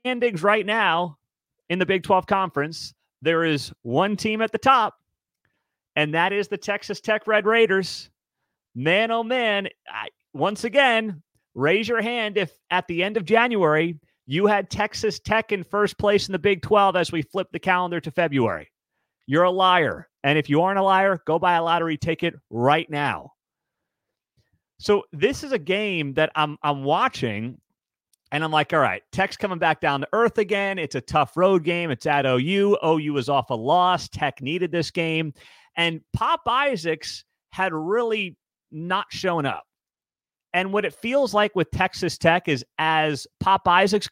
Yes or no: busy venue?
no